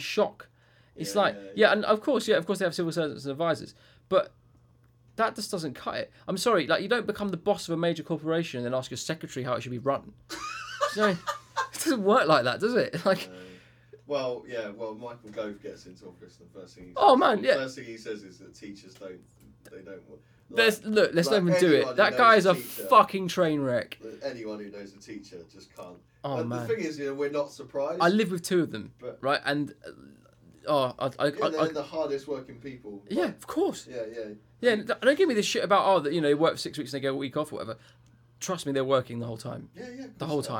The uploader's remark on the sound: Mic Fail